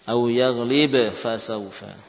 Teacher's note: Ba dan fa mutaqariban, ya, mutaqariban ada hubungan taqarub, ba bibir dengan bibir, fa bibir bawah dengan gigi, hubungannya dekat, namun kedekatannya ternyata tidak membuatnya diidgham. · Term: Izhar